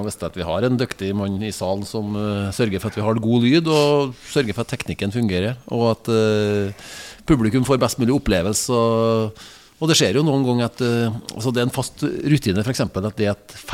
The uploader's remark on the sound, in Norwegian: Denne Artipodden er innspilt backstage i Meråker.